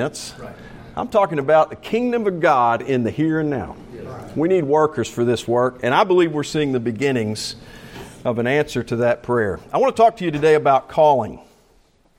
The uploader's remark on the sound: Preached during the morning service of the Saturday meeting.